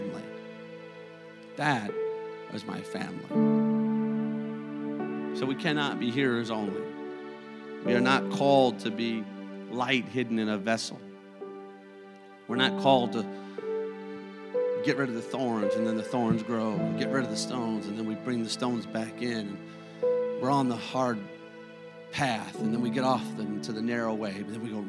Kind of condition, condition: setting, large echoing room